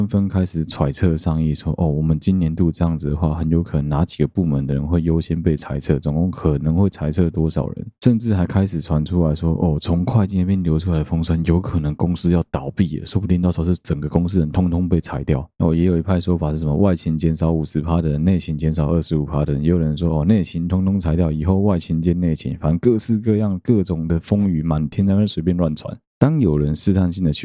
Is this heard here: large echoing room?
no